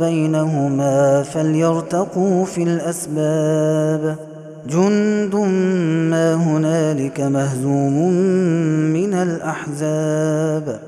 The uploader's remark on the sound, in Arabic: هذا التسجيل من صلاة التراويح